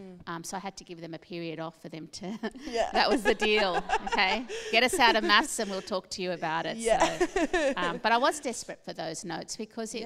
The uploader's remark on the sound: In this special collaboration between the Wheeler Centre and Malthouse Theatre. Recorded at the Malthouse Theatre.